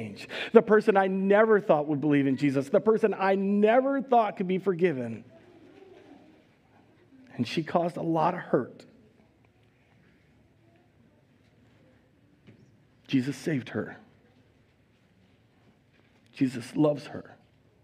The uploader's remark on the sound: Recorded live at Word of Life Church in Le Sueur, Minnesota on March 20, 2022